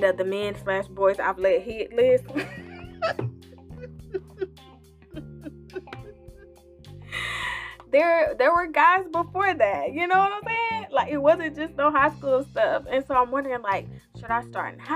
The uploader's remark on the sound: Apologies for the audio this was recorded a bit ago.